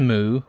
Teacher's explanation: All I need from this story are the essentials. Target is moo with a falling tone